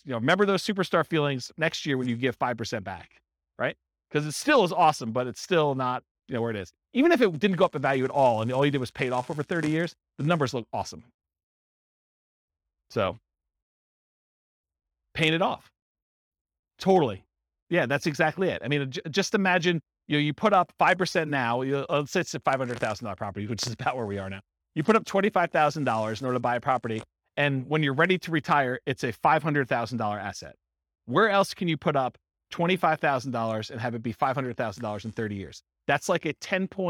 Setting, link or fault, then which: setting, live audience